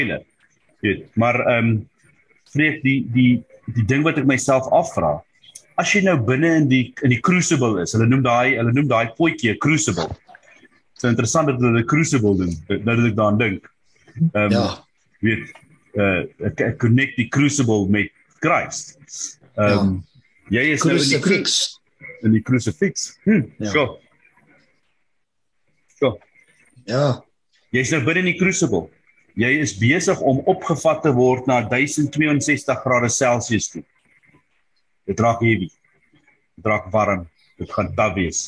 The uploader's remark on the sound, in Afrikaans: Manne van die Woord Zoom Byeenkoms.